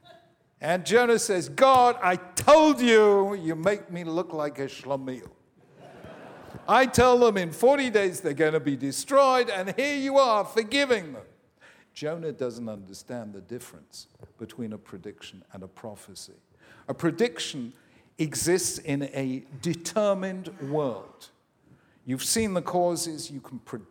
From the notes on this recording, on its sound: This event by Cardus was recorded on 15th March 2016 at The Glenn Gould Studio in Toronto, Canada.